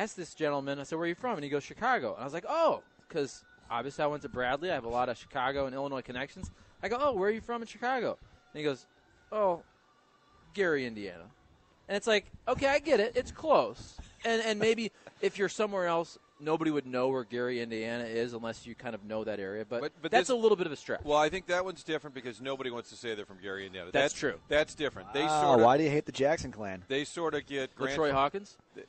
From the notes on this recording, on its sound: Broadcasting live from the Schnucks off St. Charles Rock Rd.